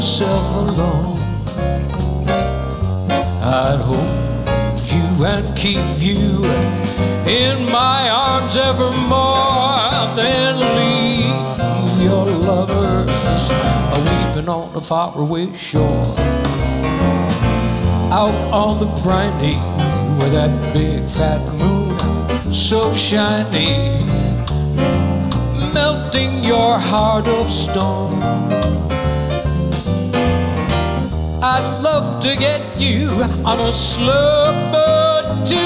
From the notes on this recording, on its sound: Live at the South Point Casino